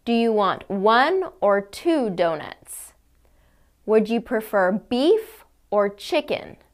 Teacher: Choice intonation is when your pitch rises on the first choice and falls on the second choice. This happens on questions with an or choice and statements with and.